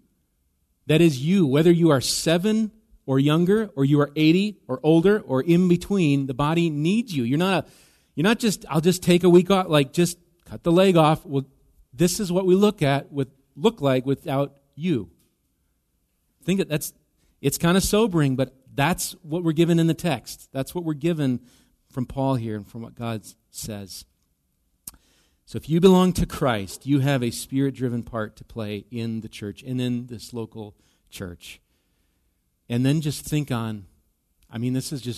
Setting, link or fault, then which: setting, large echoing room